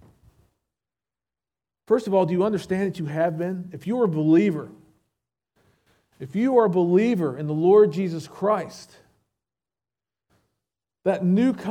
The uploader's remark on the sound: SVBC Morning Service. Recorded at Shenandoah Valley Baptist Church on Jul 16, 2023.